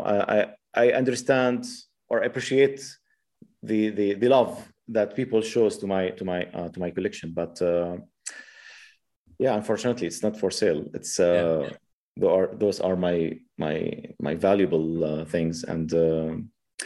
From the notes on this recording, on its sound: Following the interview, there is a moderated town-hall-style Q&A with questions coming from the live virtual audience on Zoom.